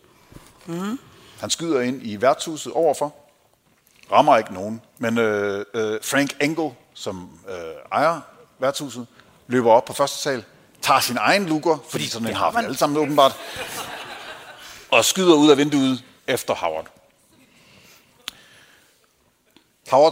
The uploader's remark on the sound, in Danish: Live fra Århus Musikhus